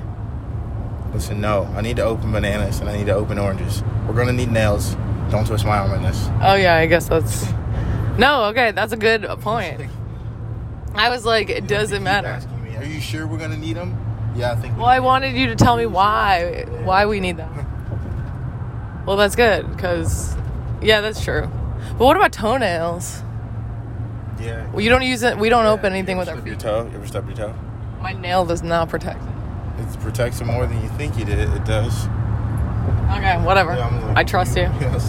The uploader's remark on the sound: BONUS: Truck Talks. Cruising in the car.